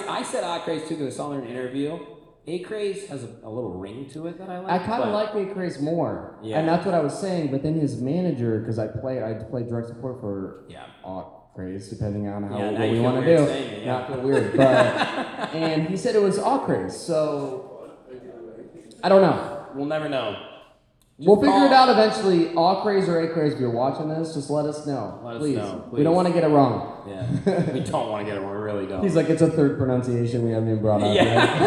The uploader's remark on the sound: this was recorded LIVE with an audience in Chicago